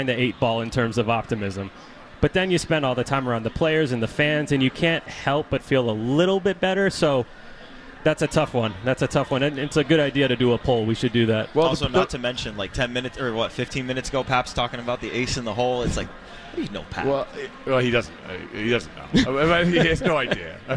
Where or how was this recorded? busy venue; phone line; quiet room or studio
busy venue